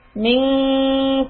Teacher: the noon you will hold for 2 counts. Ming, it's called ikhfa